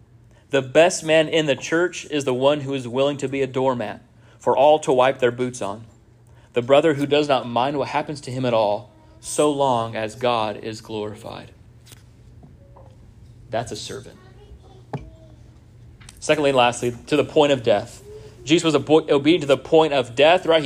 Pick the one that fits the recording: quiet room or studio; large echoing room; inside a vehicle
large echoing room